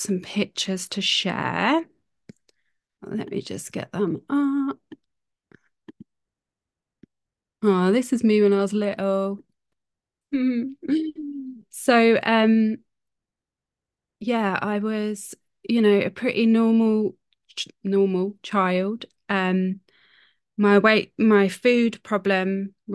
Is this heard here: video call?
yes